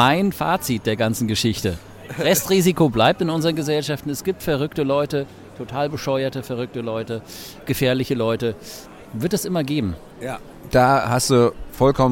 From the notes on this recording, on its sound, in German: Live vom Weihnachtsmarkt